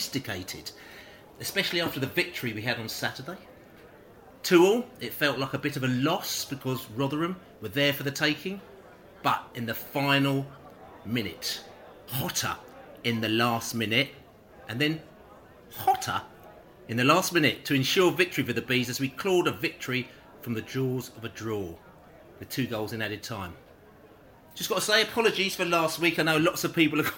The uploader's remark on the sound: Pre-Match Podcast From The Pub